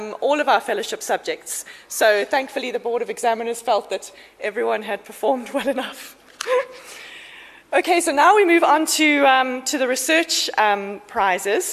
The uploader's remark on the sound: Actuarial Society 2016 Convention held in Sandton 17 and 18 October 2017